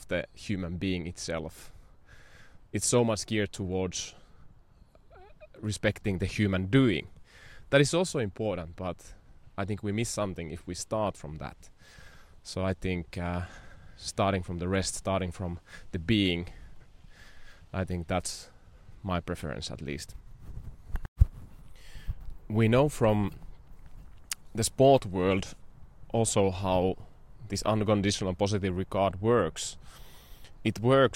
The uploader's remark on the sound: I am also trialing a new format of walk & talk in the nature.